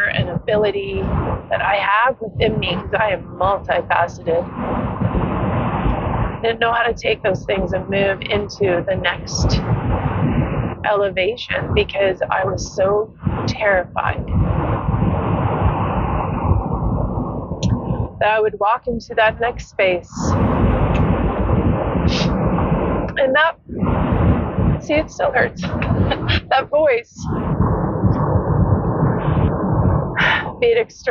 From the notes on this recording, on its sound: Driving home from the 2023 Monetize Your Mind Conference I was immediately compelled to record this and share it. It's gritty, has horrible road noise and isn't perfect by podcast standards.